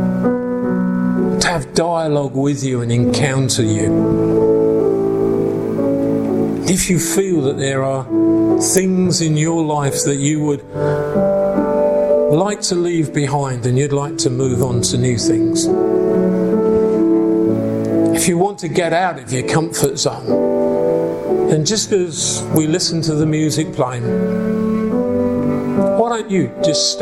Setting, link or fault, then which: setting, large echoing room